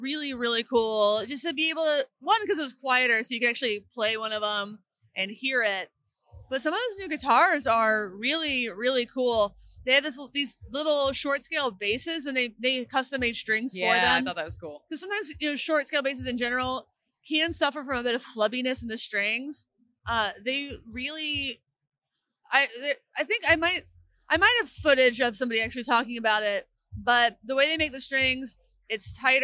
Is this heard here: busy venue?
yes